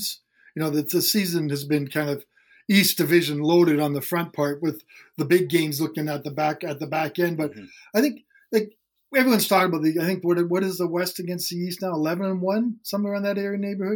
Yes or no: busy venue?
no